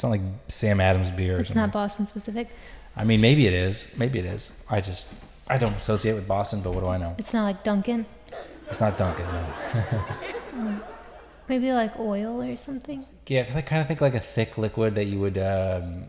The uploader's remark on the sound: Live at Largo